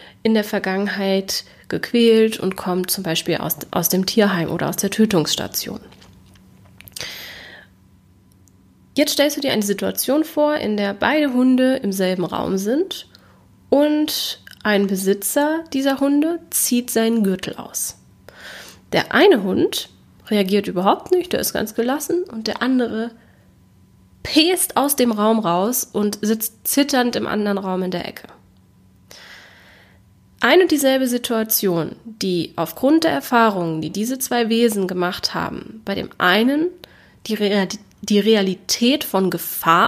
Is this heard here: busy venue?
no